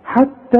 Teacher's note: شوف التاء مرققة والحاء برضو مرققة